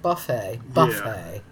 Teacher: With British English, usually the word stress is on the first syllable. Two syllables, we pronounce it second syllable.